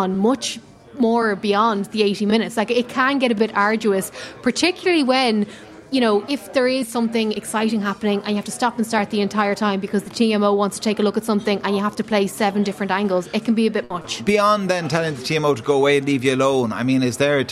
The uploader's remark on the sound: The Hard Shoulder was LIVE from The Bridge 1859 in Ballsbridge ahead of the Rugby World Cup clash between Ireland and South Africa.